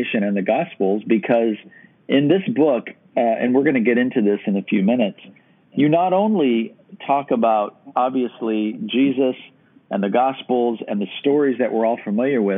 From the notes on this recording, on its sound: I do a phone interview